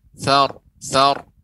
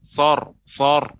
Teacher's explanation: pengucapan sa tetap dia dalam posisi tipis ya tidak tebal · Shown in: first take